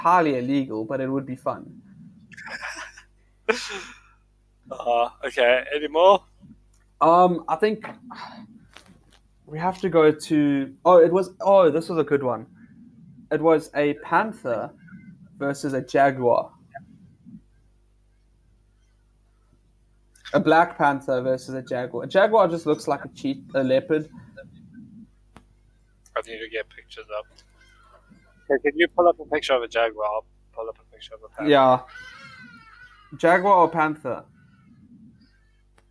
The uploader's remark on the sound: Excuse the quality, this was the first time we tried to record so it can only get better from here!